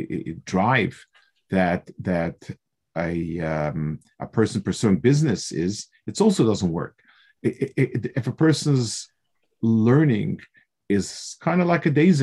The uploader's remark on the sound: This shiur take place over Zoom